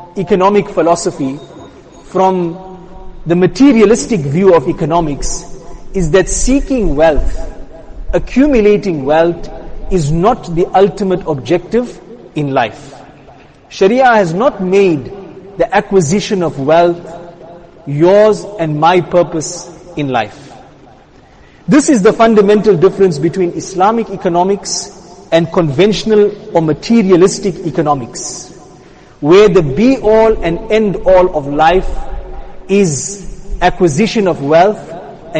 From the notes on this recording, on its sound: Jumuah lecture